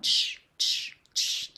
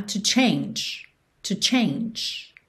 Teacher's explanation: Esse final da palavra change é j, j, mas sem vogal.